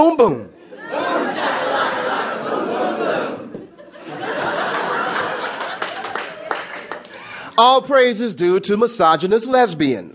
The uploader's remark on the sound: Performs his poems in front of a live audience. His joyful, funny, and energetic delivery is clearly bolstered by the enthusiastic responses of the crowd.